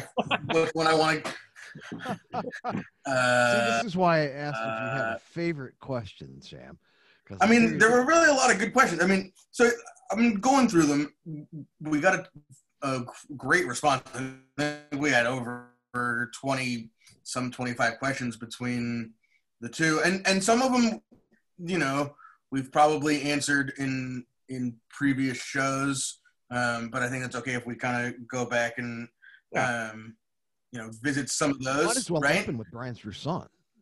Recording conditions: video call